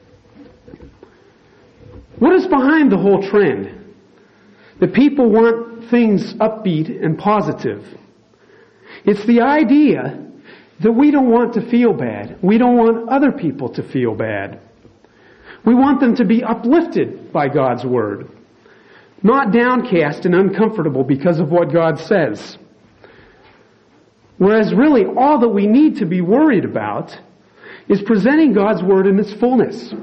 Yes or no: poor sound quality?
no